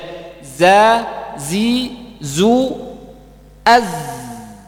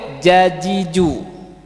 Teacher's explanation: Huruf zai ujung lidah nempel di gigi seri bawah. · Shown in: first take